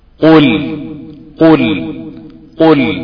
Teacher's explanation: القاف في أوسط مراتب التفخيم